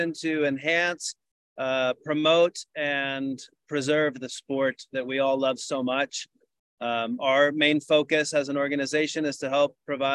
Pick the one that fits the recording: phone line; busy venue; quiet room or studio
busy venue